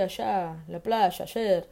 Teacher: em muitos países, por exemplo, como Paraguai e Argentina, eles trocam o Y e o doble L pelo som de J do Brasil ou pelo som de X